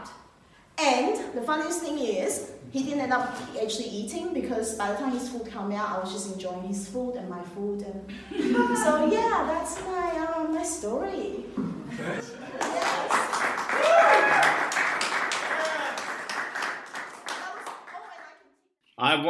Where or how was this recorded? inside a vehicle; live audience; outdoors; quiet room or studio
live audience